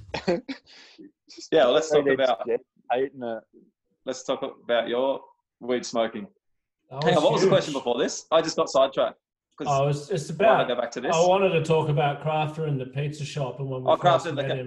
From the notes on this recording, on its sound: Got on zoom together.